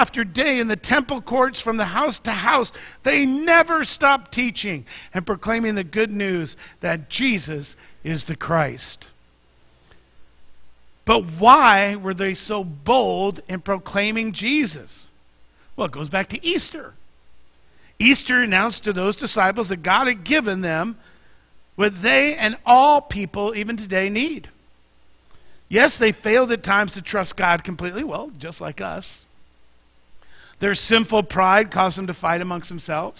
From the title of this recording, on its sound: Mt. Zion Church Live!